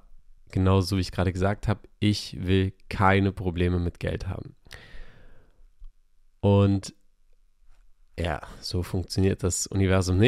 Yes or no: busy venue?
no